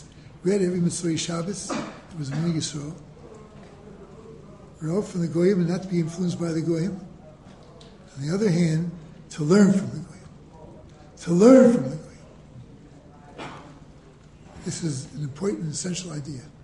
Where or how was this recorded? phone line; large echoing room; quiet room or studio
large echoing room